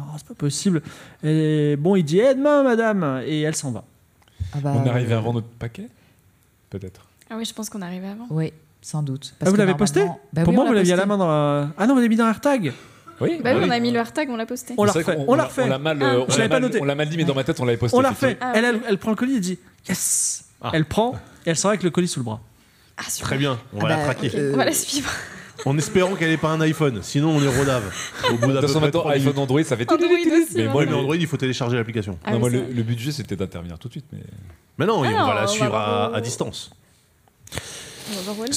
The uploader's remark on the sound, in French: Enregistré en public à la BPI à Paris le 26/06/2023 diffusé en direct sur Twitch et retransmis ici en podcast.